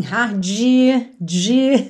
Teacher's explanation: a gente tem uma tendência a alongar essa última sílaba e caprichando ainda mais, assim, hard, de, alongando muito.